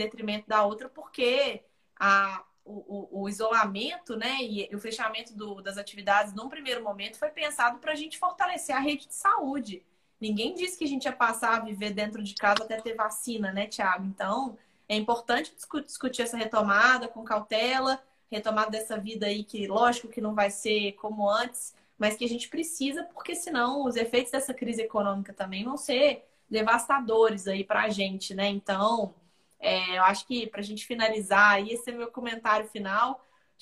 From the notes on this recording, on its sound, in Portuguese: Live feita no Instagram